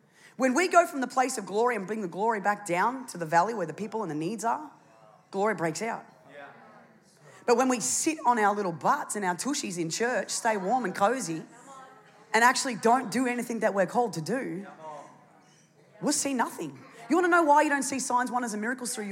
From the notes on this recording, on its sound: It was originally recorded on Sunday, 6th of August 2023, at NEUMA Melbourne City location in the 9 AM service